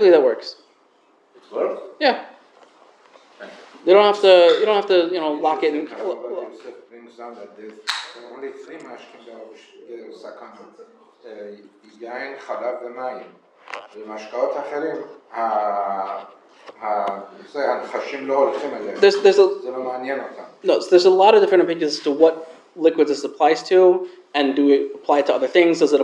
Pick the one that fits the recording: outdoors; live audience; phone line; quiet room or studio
live audience